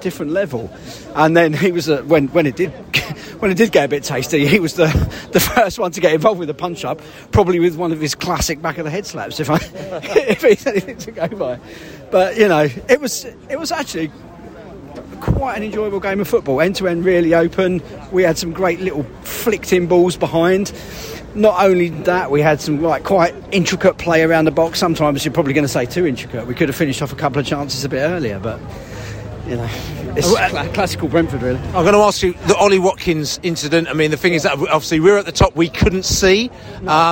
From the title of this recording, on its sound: post-match podcast from the stands